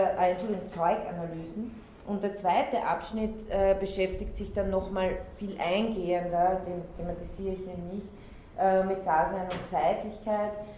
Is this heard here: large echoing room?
yes